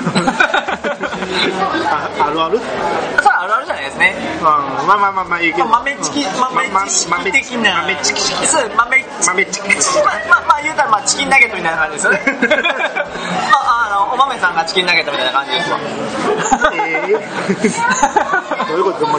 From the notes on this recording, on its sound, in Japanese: 今回は対面収録で串カツ屋さんで収録したため、ものすごい雑音の中で喋っています。お聞き苦しいかもしれませんがご了承ください。